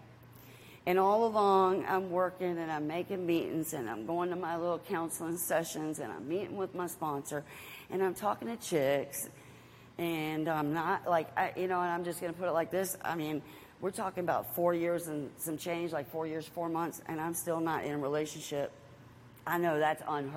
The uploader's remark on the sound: Live at Henrico East Jail